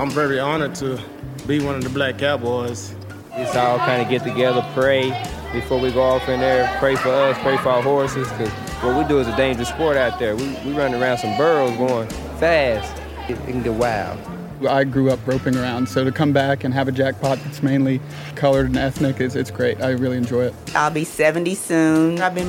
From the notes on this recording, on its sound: Dallas, TX: Celebrate Juneteenth at the Texas Black Invitational Rodeo. From galloping horses and the hoots and hollers of the more than 300 competing Black cowboys and cowgirls. We take you behind the scenes of one of the most popular rodeo events around.